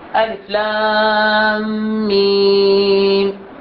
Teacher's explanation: إدغام متماثلين، الناتج ميم مشددة